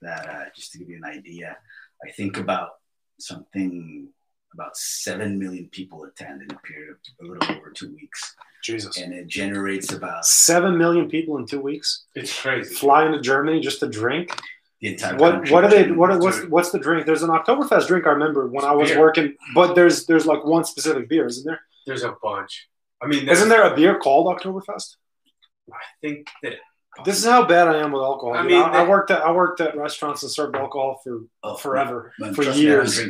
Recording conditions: poor sound quality